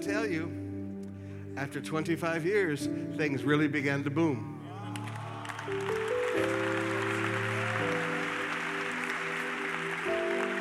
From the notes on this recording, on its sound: Preached at the Qodesh